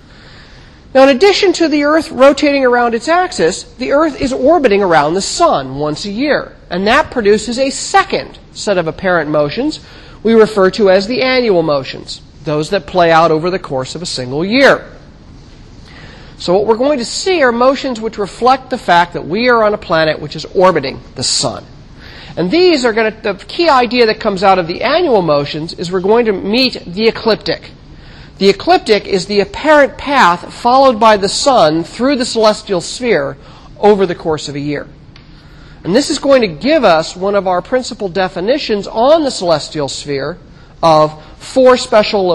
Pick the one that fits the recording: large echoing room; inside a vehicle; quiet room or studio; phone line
large echoing room